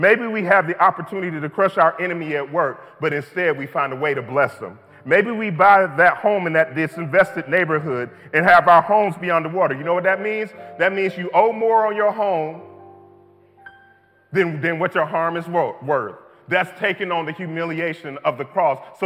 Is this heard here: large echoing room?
yes